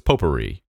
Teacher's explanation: you stress the first syllable